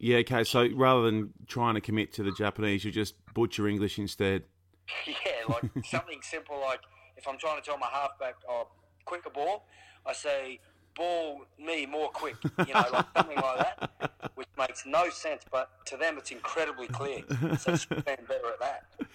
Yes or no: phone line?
yes